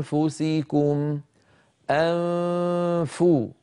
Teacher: من مخرج الهمزة إلى مخرج الفاء من غير ضغط أنفو، فإذا انتهى صوت الغنة الممطوطة الكاملة فو أضغط على المخرج · Term: إخفاء